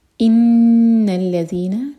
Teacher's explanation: نون پر غنہ ہولڈ کریں گے 2 seconds